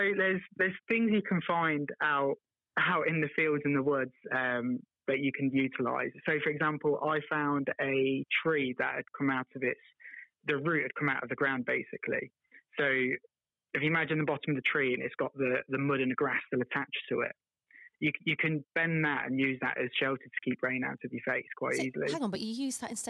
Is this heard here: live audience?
no